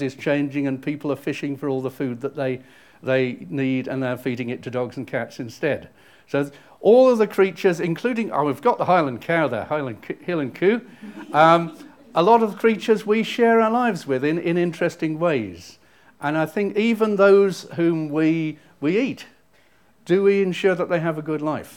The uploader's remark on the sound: Audio podcast of morning service